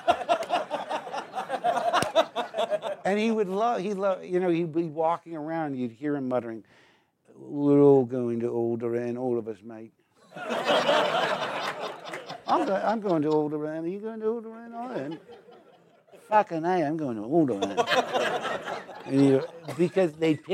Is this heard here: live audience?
yes